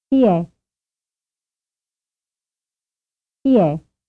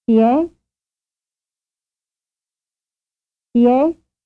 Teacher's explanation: as the voice fades into silence, the question ends on a low pitch level. · Shown in: first take · Term: stress drop intonation